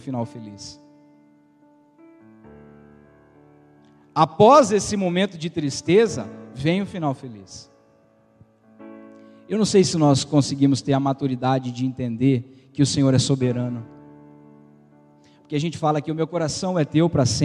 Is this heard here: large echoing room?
yes